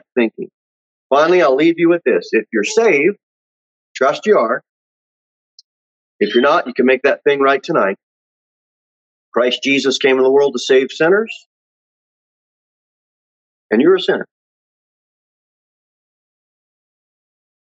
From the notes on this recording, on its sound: Sermon delivered at Pilgrim Baptist Church on Thursday, September 9, 2021, at 6:15 pm. Jere Whitson Rd.